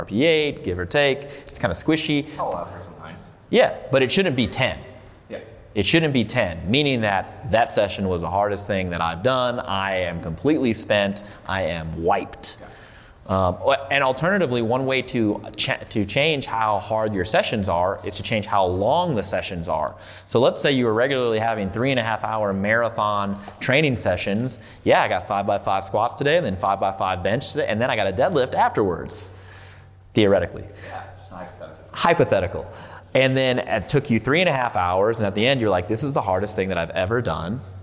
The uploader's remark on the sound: This podcast was recorded July 2019 at Elevate Barbell in Fort Collins, CO.